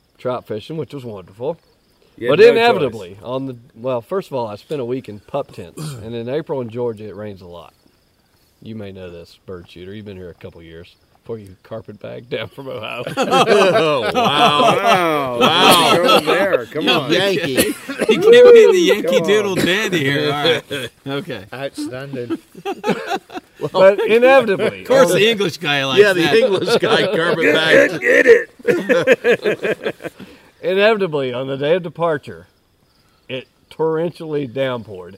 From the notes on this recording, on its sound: Recorded live in the Black Hills of South Dakota. I sit "lantern-side" in the backcountry with long-time hiking friends.